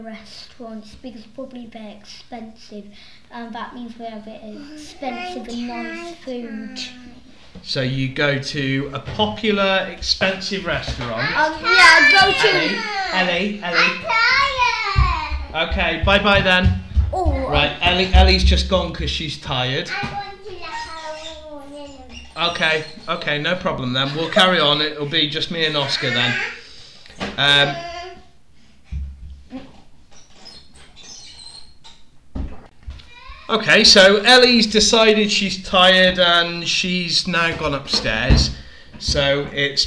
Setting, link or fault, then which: fault, sounds in the background